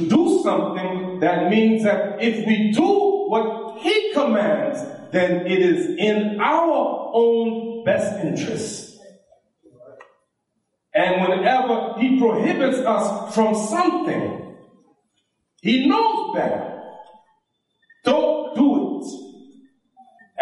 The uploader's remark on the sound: This lecture was given at the IONA Convention.